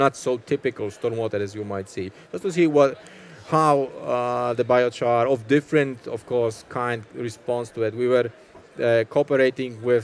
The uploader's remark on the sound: Fireside chat recorded at World Water Congress 2022, in Copenhagen, Denmark.